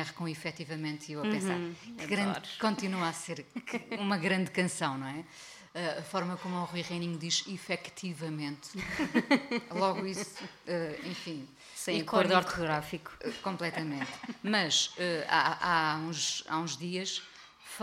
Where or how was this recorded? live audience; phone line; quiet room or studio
live audience